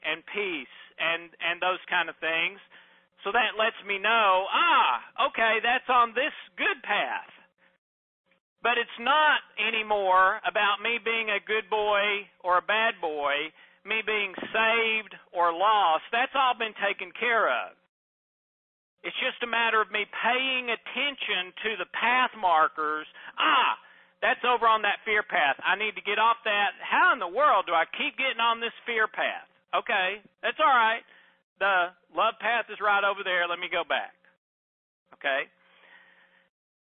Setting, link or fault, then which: link, phone line